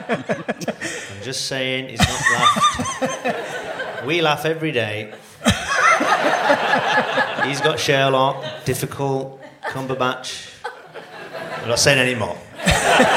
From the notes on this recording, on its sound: Conversation recorded in front of an audience at the London Podcast Festival.